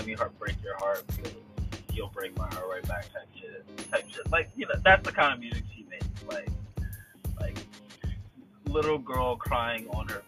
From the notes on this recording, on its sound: What else is there to do during a pandemic, other than chill in a car and have great conversation? The sound on this episode is not the greatest.